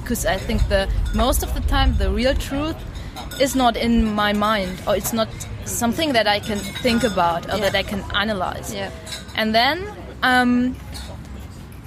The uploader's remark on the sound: It was a windy day, be aware of the noise!